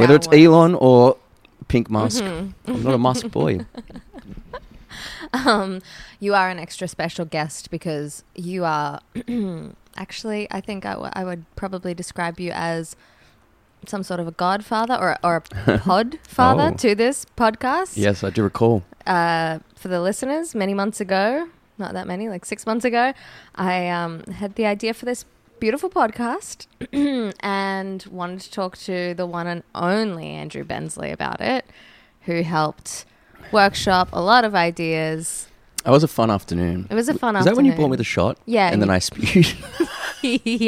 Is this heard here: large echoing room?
no